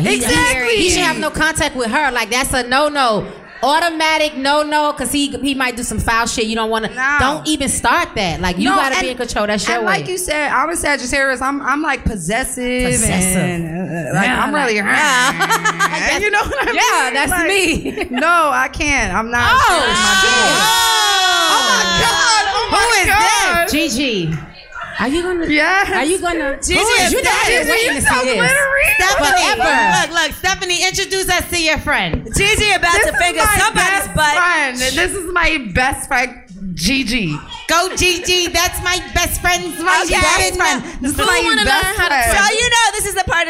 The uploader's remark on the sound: Lip Service Live. In the second half of the live show.